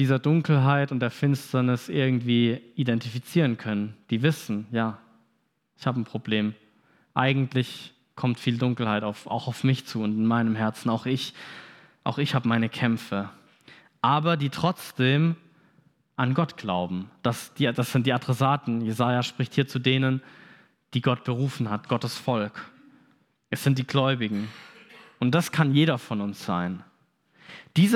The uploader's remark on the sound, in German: Predigt vom Gottesdienst.